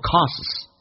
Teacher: costs 三个辅音并排可以去掉中间的 t